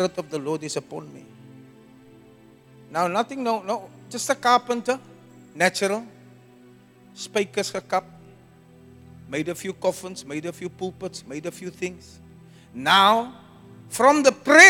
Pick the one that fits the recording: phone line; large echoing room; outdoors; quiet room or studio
large echoing room